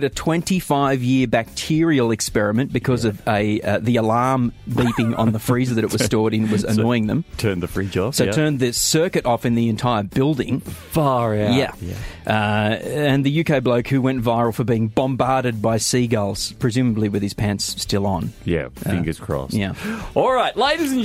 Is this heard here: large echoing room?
no